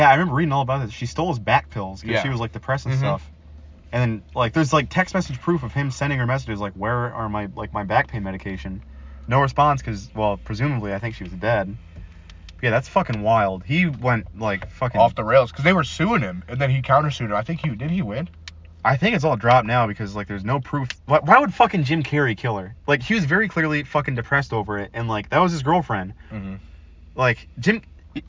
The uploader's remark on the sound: Chatting in the Car.